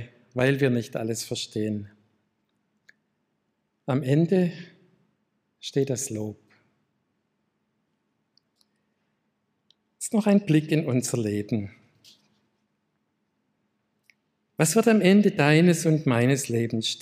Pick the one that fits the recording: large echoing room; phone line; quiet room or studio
large echoing room